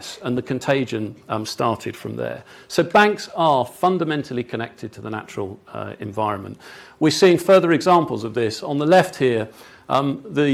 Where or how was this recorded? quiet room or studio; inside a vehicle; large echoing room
large echoing room